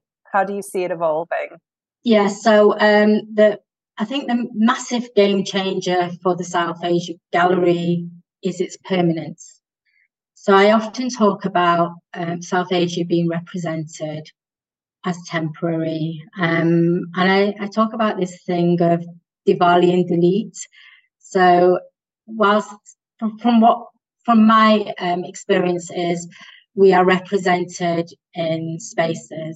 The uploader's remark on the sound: On Zoom.